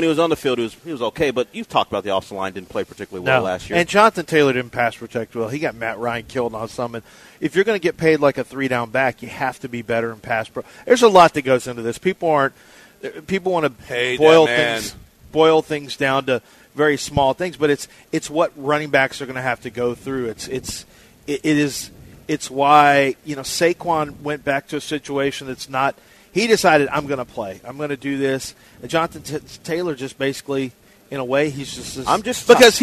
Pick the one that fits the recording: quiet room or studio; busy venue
busy venue